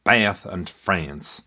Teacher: words such as Bath and France were pronounced as they are in the US today, Bath and France, with the flat A as in hat.